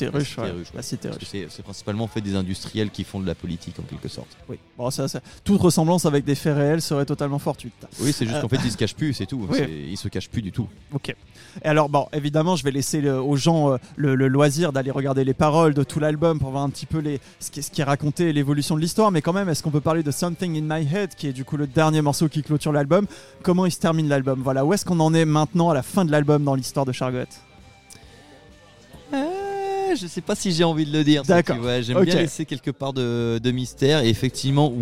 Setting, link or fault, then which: setting, busy venue